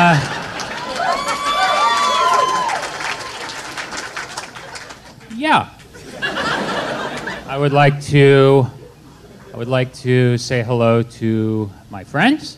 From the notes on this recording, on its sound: LIVE from SF Sketchfest. Episode recorded LIVE from Cobb’s Comedy Club!